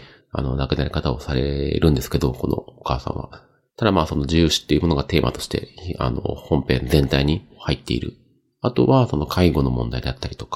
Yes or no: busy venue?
no